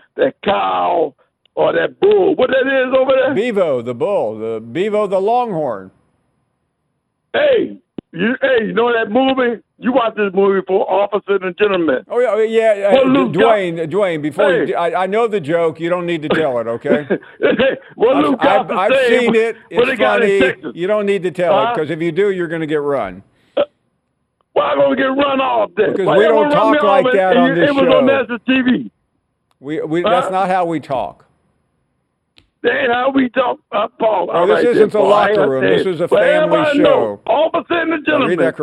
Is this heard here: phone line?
yes